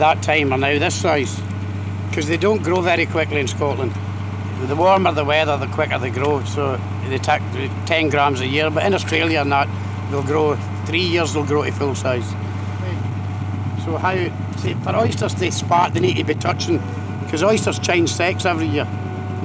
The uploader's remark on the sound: The team sailed out into Loch Ryan. Joined the team on the boat to talk to us.